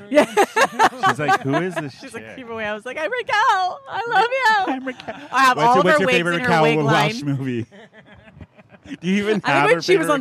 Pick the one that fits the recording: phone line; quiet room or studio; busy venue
busy venue